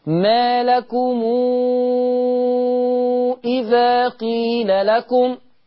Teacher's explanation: ما لكم دي ميم جمع ووراها همزة، يبقى تقرأ بالصلة مع الإشباع ست حركات